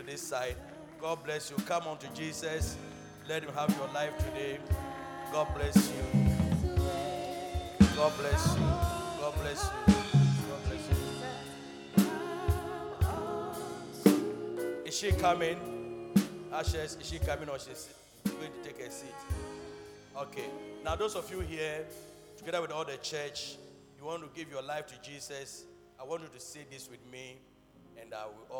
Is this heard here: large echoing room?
yes